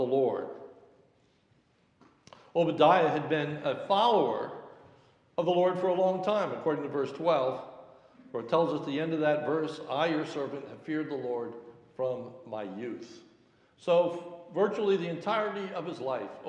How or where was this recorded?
large echoing room